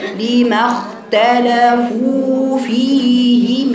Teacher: شيخ حسر اقرأي يقول لك مثلا اختلفوا، يقول لك فو يضم الفاء ويجيب الواو من الكتاب يقولها كده لما اختلفوا فيه، يبين المدود مش يختلفوا فيه كأن ما فيهاش مد طبيعي. ارفعي صوت المد، ما تضيعيش صوت المد لان المد ده ليه جهر ما فيهوش نفس